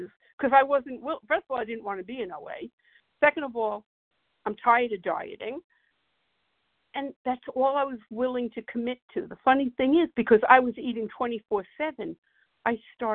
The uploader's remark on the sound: from the 100 Pounders Phone Meeting, 1/31/24.